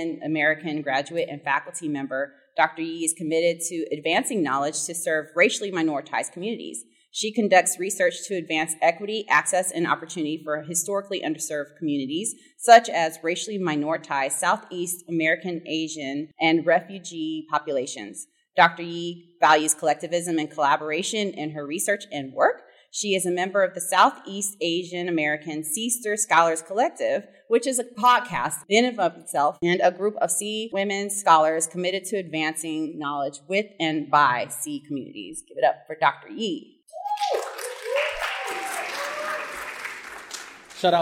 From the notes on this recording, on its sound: S3_E7_We LIVE Yall_Scholar_Tea Live Recording At ACPA. Join us for our first live audience recording at the ACPA convention in March 2023 in New Orleans.